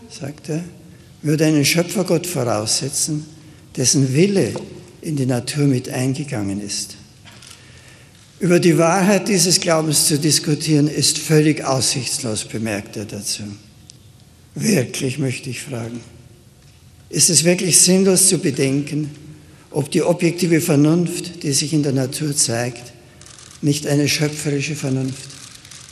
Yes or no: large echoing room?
yes